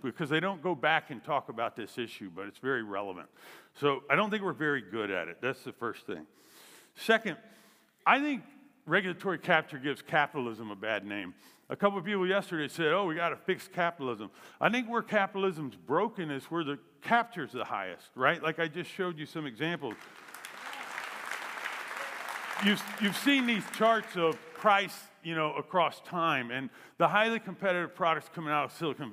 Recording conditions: live audience